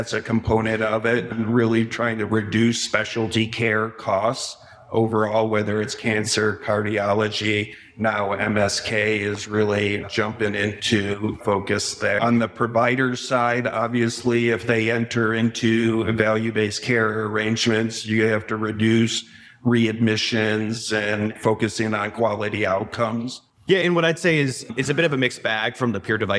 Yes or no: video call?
no